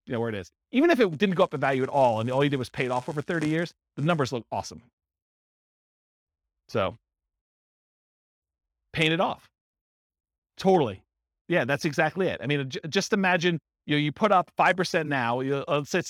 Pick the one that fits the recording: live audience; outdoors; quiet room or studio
live audience